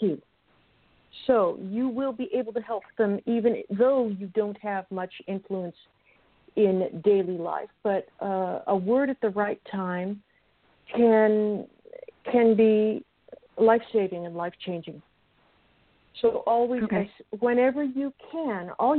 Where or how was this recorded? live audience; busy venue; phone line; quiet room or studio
phone line